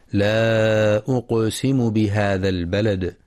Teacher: ينتبه القارئ للمد المنفصل في لا أقسم، حيث يمد 4 أو 5 حركات لحفص من طريق الشاطبية، وينتبه لقلقلة القاف الساكنة في أقسم وقلقلة الدال الساكنة في البلد عند الوقف عليها.